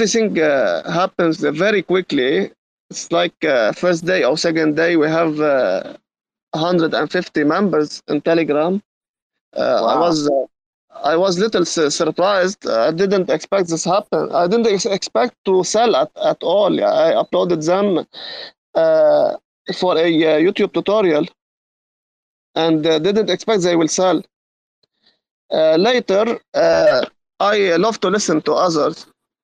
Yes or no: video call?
yes